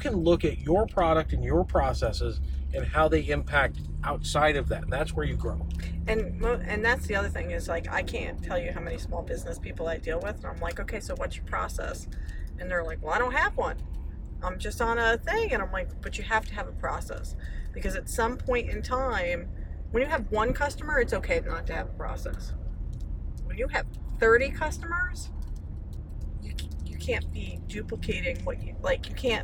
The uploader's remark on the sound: Episode one is short and raw. Recorded while driving back from a solid meeting with our Amazon fulfillment center.